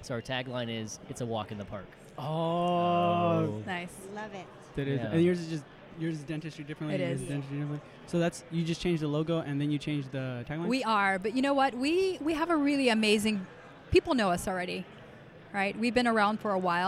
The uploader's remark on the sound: we recorded this episode LIVE from Voices of Dentistry